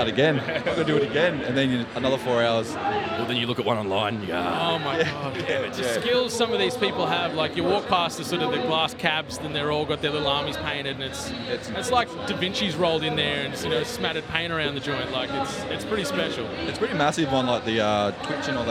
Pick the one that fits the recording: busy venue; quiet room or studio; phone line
busy venue